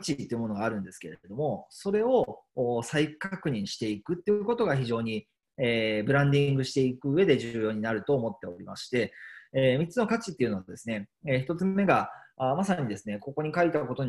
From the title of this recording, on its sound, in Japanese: zoomセミナー